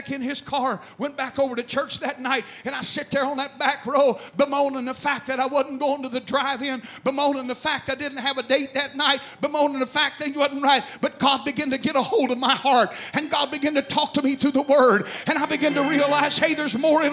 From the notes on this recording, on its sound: The message was preached on February 6, 2011 at First Apostolic Church in North Vernon, Indiana.